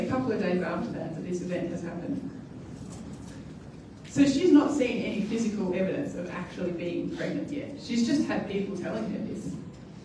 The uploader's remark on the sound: At New Community. We apologise for the quality of the audio on this occasion.